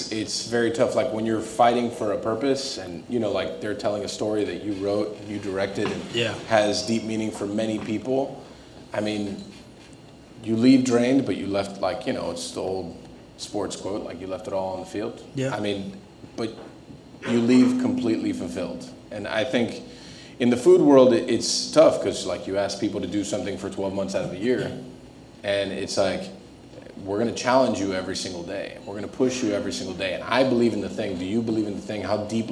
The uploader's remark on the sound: In our fifth installment of Pan Con Podcast Live (presented by Front Of The House) , we hosted a four course dinner for guests. The dinner was held at The Gibson Room. It was an honor to have this reading — and the discussion in this episode — at the core of one of our live recordings.